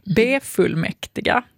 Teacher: Men så tar de upp att det finns vissa ord där man lägger det här ordet på något som redan är en sammansättning eller som redan har ett prefix. Och att då det här med B-prefixet kan få betoning.